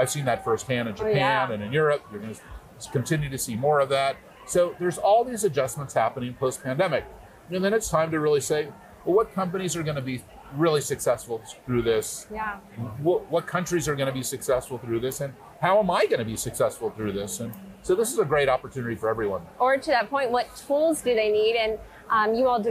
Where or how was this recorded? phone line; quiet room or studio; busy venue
busy venue